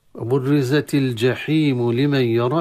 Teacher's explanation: واللام التعريف في كلمة الجحيم تظهر عند الجيم